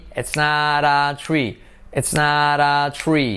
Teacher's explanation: La T de not se convierte en una R suave, por lo tanto va a ser it's not a tree.